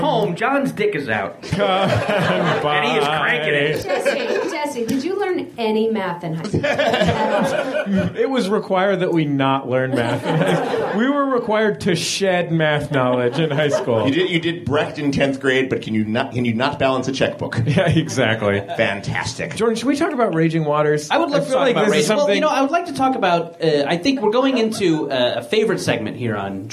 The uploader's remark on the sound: Live at the UCB Theater in Los Angeles